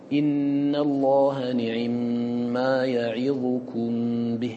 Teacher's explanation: فإذا اختلسنا الكسرة فمعنى ذلك أننا نأتي بكسرة مسرعة معجلة غير موفاة فنقرأ إن الله نعم ما يعظكم به اسمعوا العين من يعظكم · Term: الاختلاس